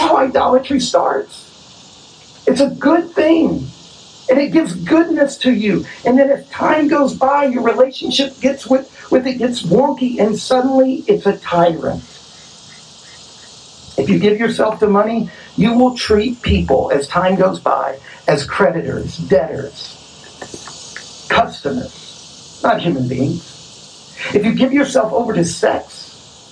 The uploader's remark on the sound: Our apologies for the sound quality. The sermon was preached outdoors and we weren't able to fully remove the noise and distortion.